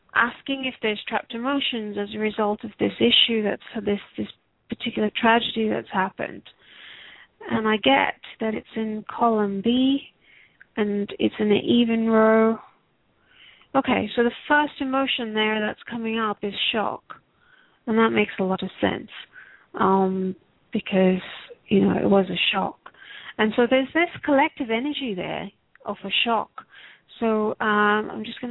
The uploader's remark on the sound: Takes your calls for healing live today!